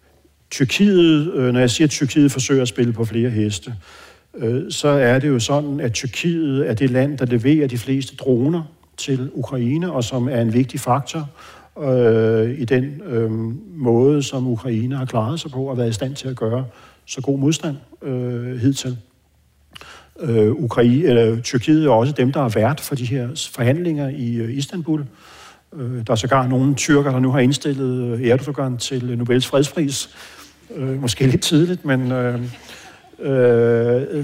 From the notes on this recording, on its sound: Med podcastens lyttere til en live-optagelse af Fri Ukraine.